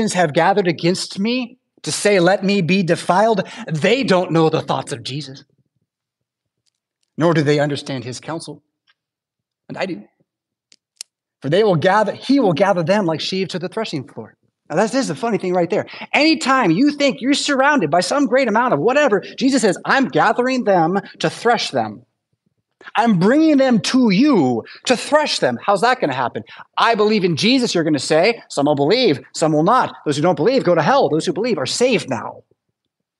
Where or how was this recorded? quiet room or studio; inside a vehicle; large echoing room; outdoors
large echoing room